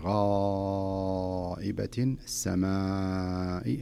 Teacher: هذا مد متصل، أربع حركات